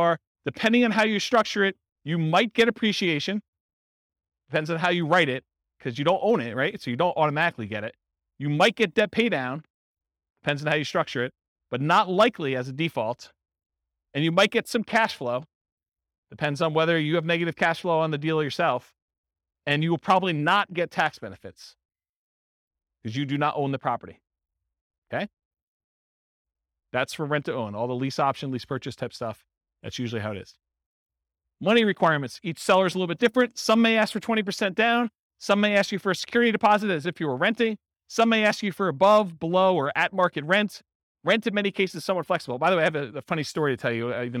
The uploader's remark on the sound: This was a live class recorded